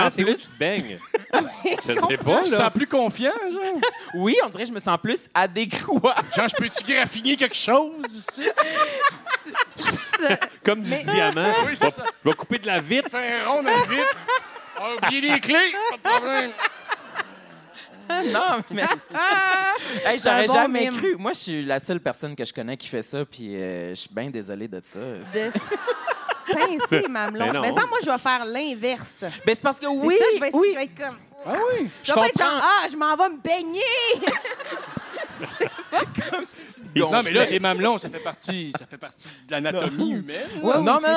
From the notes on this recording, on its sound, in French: cet épisode LIVE au Lion d'Or de Montréal!